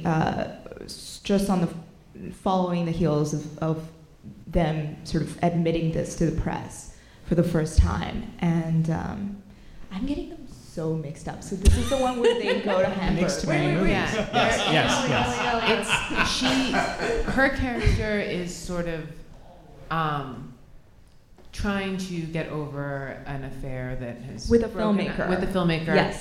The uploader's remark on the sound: NYFF 2017 Live Roundtable. At the conclusion of the 55th New York Film Festival, Film Comment gathered together a panel of contributors and critics for one final live roundtable.